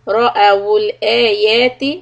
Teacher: stretch the همزة in آيات to two حركات